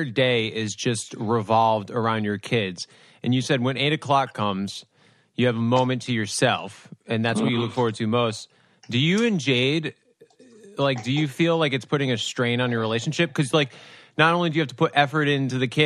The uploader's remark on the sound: meet up on Zoom